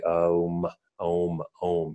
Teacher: it finishes with this kind of resonance on your lips or in the nasal